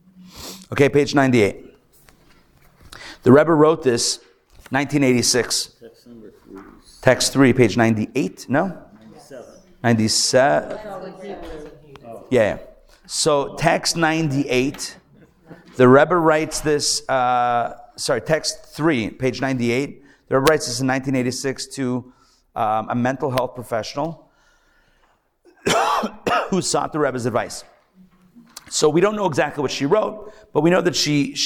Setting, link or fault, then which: setting, live audience